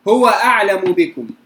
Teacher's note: ما قبل الميم مفتوح، تسكن الميم ثم تخفى عند الباء · Term: الإخفاء